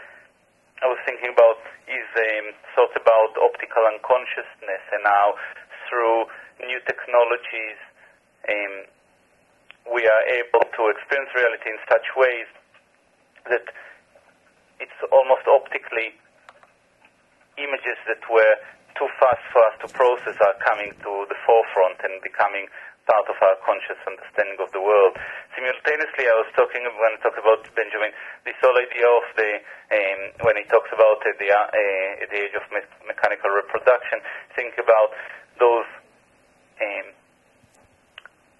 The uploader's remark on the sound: via phone